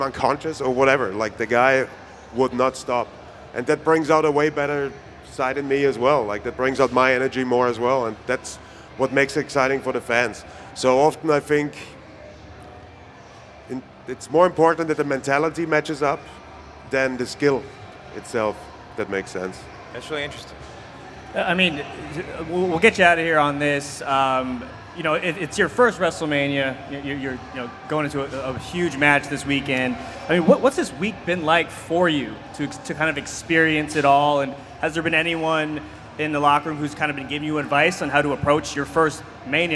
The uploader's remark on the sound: Live at 'WrestleMania' Superstore